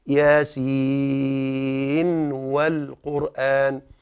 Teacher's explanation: وأنبهكم إلى أن يا سين في الوصل تقرأ بالإظهار للنون